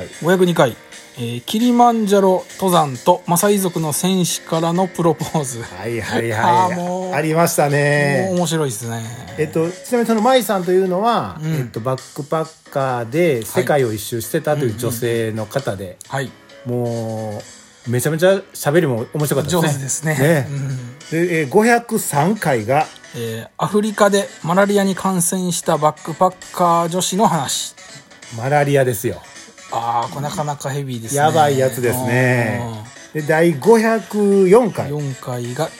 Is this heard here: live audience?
no